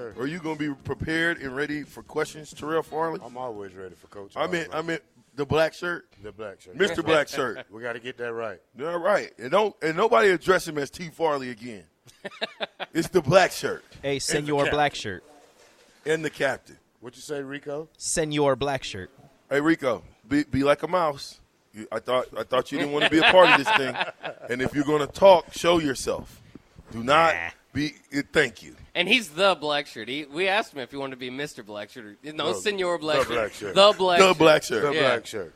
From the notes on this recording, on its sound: LIVE from Wingstop.